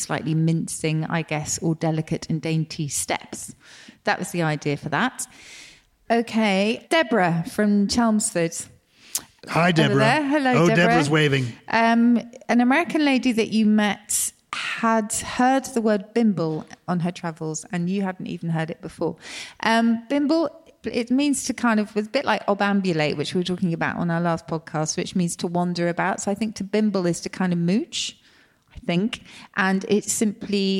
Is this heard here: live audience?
yes